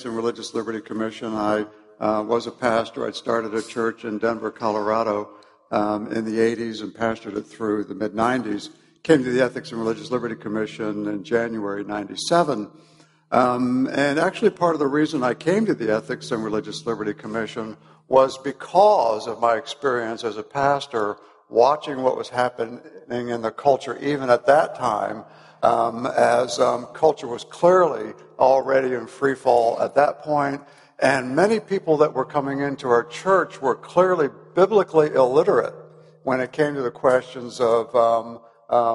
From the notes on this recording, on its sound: At the ERLC National Conference